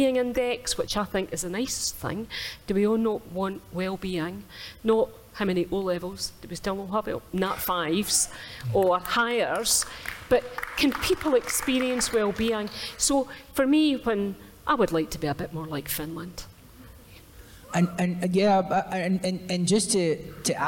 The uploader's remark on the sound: This audio-only episode captures the first show of Common People Live at the Edinburgh Fringe Festival!